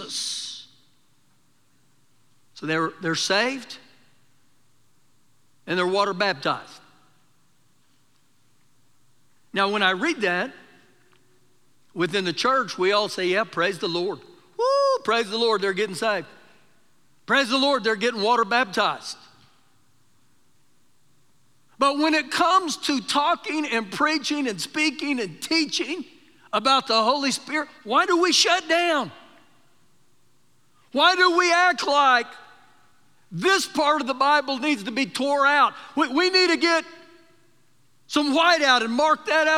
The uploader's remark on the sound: Recorded live during our Sunday morning service.